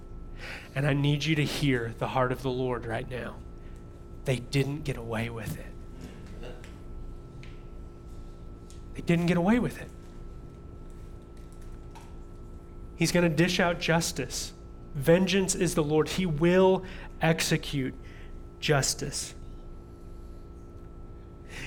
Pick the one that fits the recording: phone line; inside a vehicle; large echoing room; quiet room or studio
large echoing room